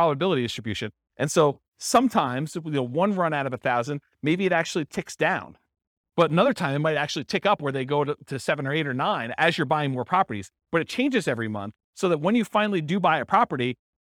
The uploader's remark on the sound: This was a live class recorded